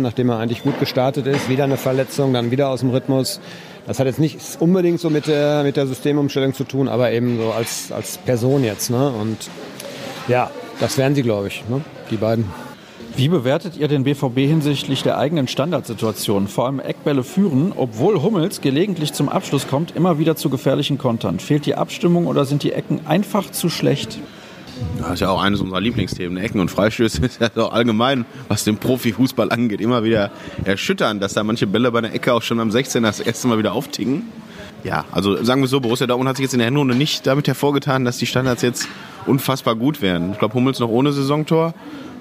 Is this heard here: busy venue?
yes